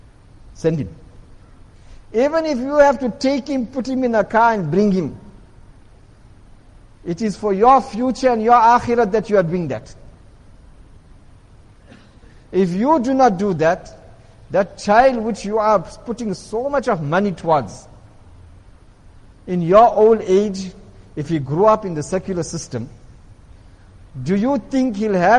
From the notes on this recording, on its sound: Jumuah lecture at Masjid Quwwatul Islam